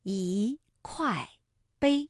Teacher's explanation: 一块碑的块是四声，那这个时候啊，一读二声 · Term: 变调